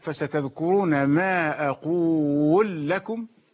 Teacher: هذا إدغام السوسي من باب الإدغام الكبير، إدغام اللام من أقول في اللام من لكم